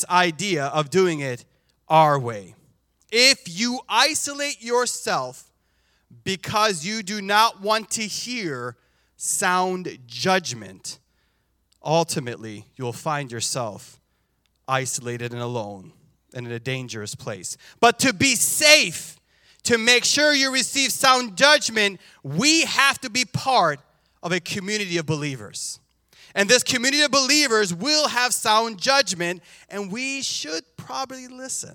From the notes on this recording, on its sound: This JAT was recorded live. At Newark United Pentecostal Church.